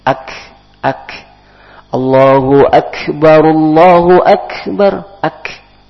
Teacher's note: ada huruf kaf, yang keluarkan huruf hamas. Hamasnya keluarkan nafas sedikit